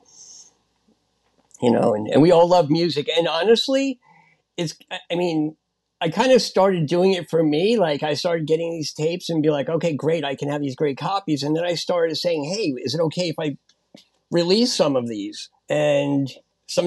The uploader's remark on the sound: Recorded on Squadcast.